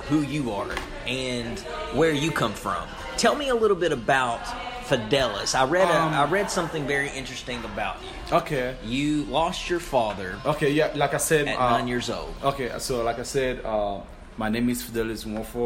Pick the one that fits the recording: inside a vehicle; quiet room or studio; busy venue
busy venue